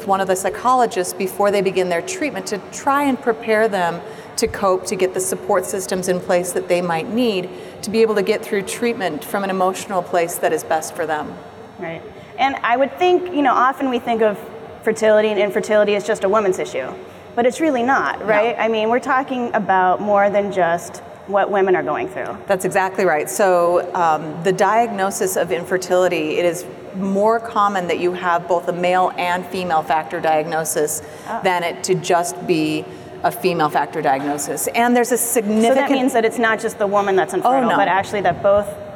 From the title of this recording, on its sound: Live from APA 2019